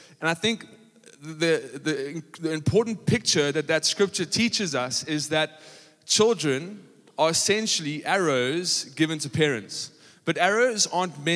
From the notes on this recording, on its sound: Panel Discussion Table View PM. Recorded live on Sunday the 27th August 2023.